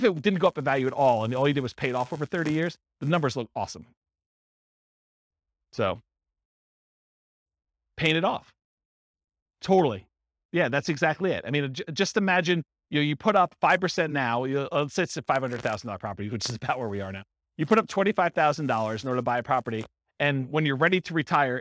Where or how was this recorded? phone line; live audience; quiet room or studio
live audience